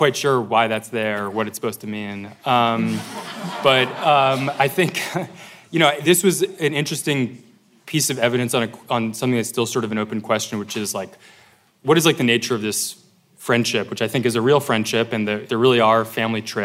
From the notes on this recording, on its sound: Live from the Logan Symposium on Investigative Reporting at UC Berkeley’s Graduate School of Journalism